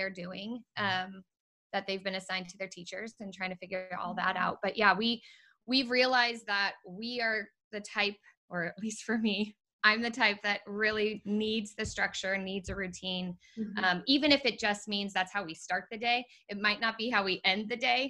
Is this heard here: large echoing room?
no